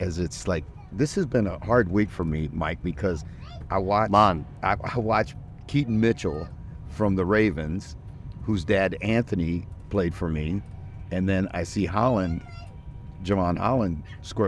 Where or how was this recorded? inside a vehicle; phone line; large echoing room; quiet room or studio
inside a vehicle